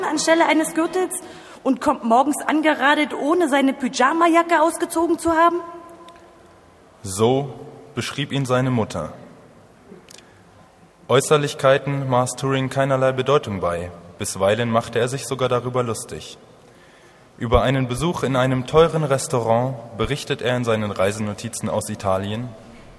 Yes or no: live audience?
yes